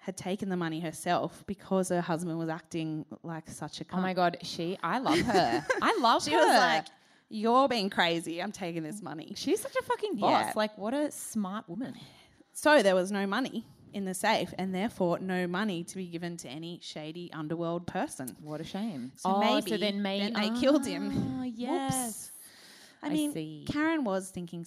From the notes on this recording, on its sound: This is Part 1 of our sold out Melbourne live show held at Chapel Off Chapel.